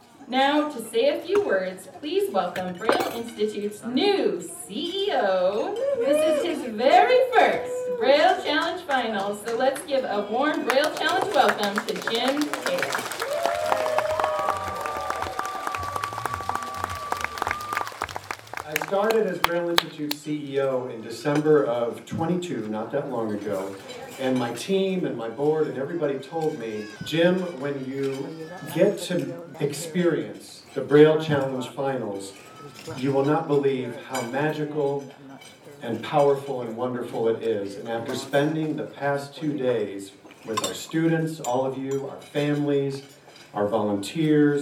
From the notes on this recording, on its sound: capture audio from the Braille Challenge Finals held in Los Angeles this June